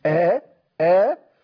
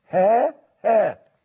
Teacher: الهمزة صوت شديد انفجاري · Shown in: first take